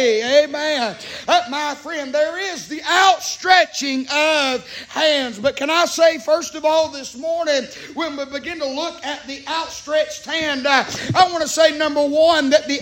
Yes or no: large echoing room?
yes